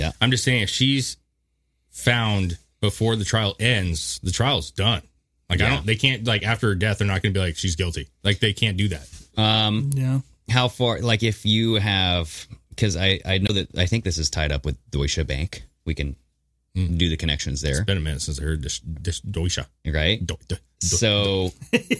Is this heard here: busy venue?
no